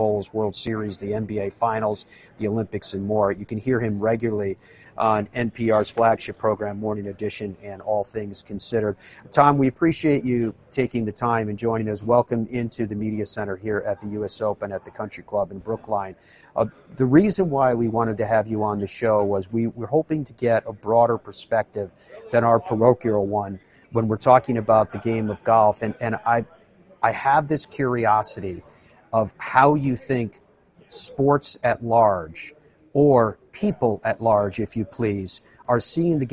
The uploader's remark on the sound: broadcasts live from the US Open at Brookline